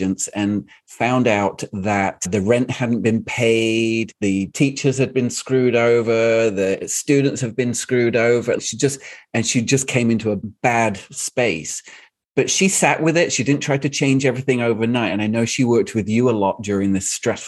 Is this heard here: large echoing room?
no